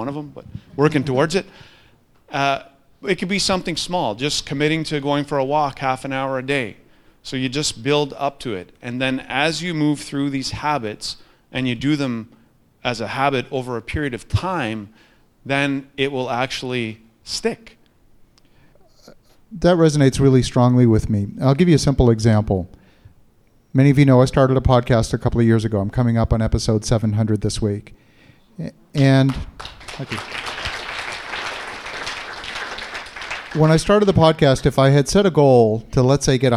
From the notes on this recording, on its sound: in front of a live studio audience